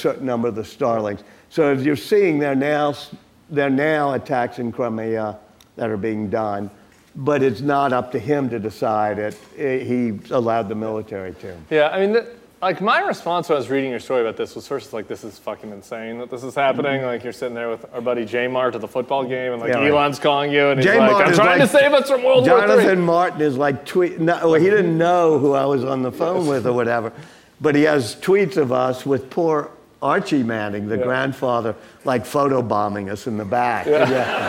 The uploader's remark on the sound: Live from New Orleans. At The Bulwark's live event in New Orleans.